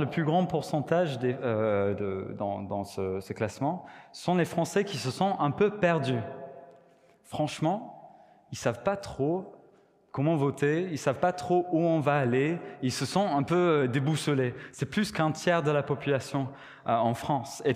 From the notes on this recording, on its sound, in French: Enregistré à l'église CVV